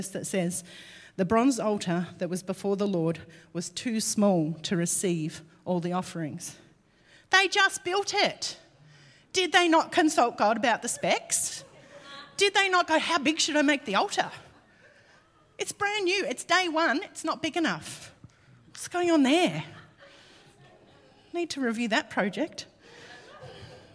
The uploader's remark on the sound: LIVE at Echo Church